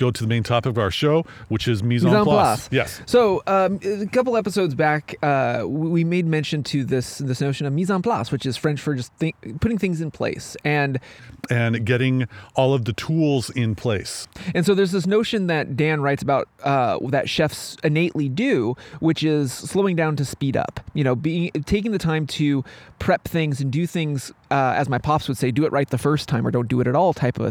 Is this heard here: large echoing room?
no